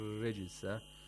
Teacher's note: Ra has tarqiq. Practically, we can say we pronounce it with an empty mouth. Yeah. And the tongue is going downwards, down. Not going upward.